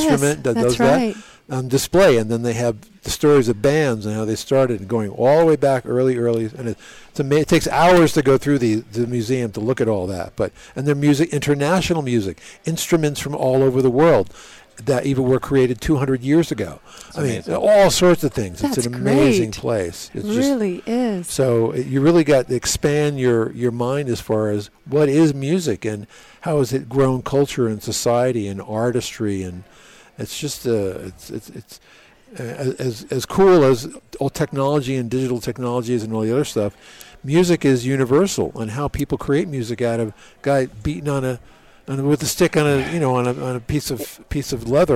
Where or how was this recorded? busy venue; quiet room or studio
busy venue